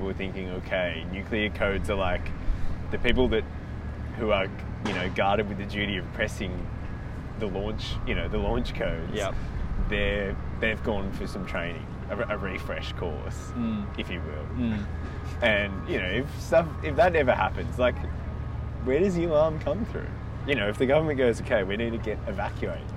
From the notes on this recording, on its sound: live from Barangaroo boardwalk!